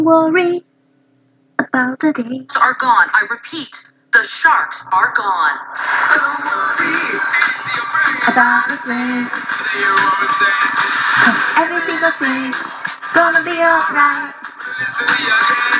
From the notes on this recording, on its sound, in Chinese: 手機音質不佳